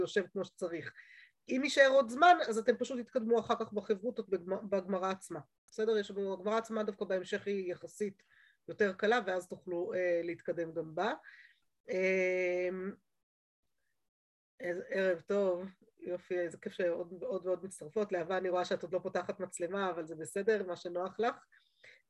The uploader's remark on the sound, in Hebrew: השיעור הועבר והוקלט בזום. בישוב לשם.